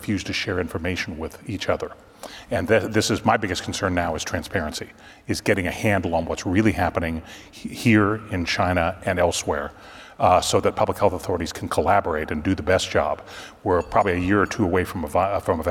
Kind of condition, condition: setting, busy venue